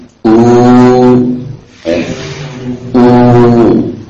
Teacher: wawu sukun. Setelah dhamma, dua bibir terhimpun, pangkal lidah naik sedikit. Pangkal ke belakang u.